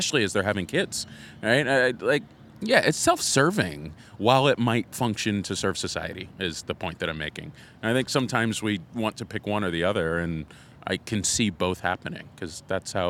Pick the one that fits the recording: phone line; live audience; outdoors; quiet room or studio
outdoors